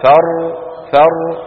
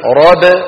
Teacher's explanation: شايفين الراء فر فر، فيها جريان جزئي، بينما راب الباء قصيرة جدا